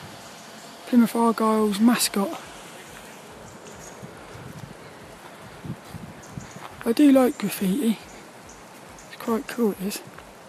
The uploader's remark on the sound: This 'About The Tings' brain dump episode was a Walk and Talk around the local Graveyard, and Central Park in Plymouth.